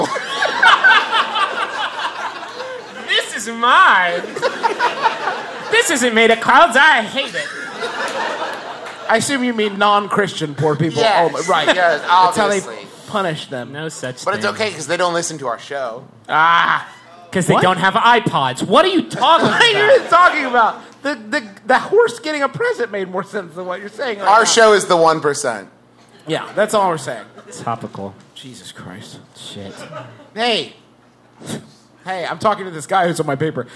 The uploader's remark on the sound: It's the second part of our recent live show double header in Austin, Texas.